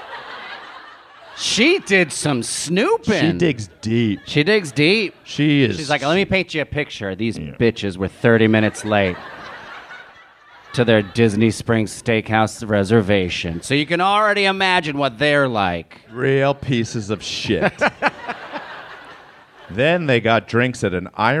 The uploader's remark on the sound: It's Bananas live from Portland!